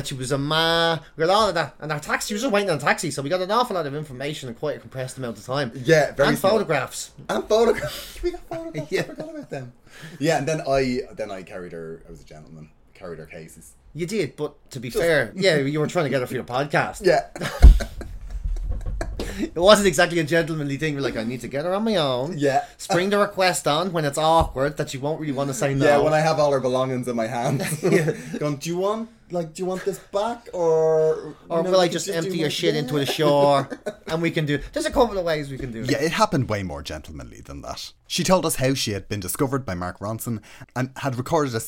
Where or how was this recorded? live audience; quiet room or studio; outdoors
quiet room or studio